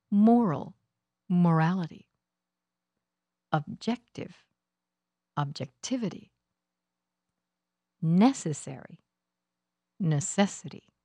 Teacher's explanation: The stress for these suffixes happens on the syllable just before this two-syllable suffix.